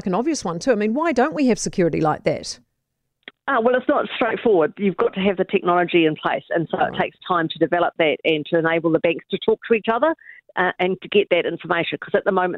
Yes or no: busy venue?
no